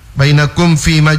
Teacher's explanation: Bainakum fima juga tidak ditahan karena di depan huruf mim sukun itu huruf fa.